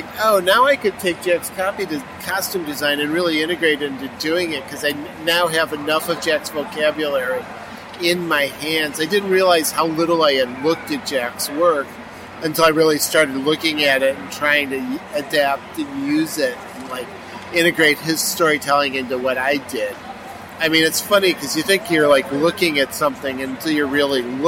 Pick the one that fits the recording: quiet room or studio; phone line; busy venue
busy venue